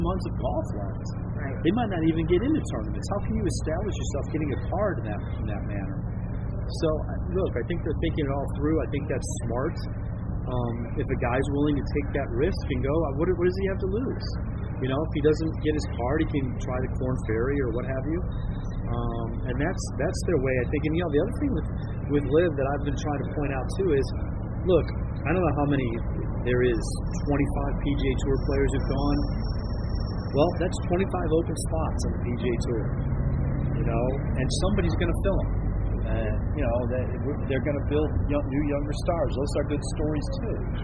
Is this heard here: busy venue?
yes